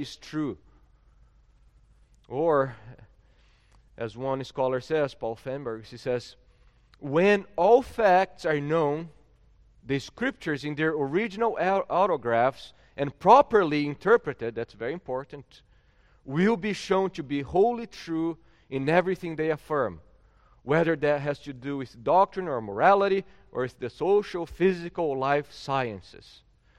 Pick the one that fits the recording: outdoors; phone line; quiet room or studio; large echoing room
large echoing room